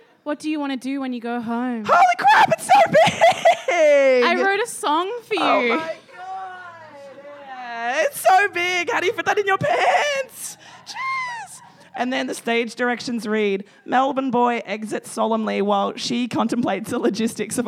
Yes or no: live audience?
yes